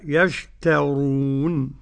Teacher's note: فبئس ما يشترون مد عرض سكون للجميع مع ترقيق التاء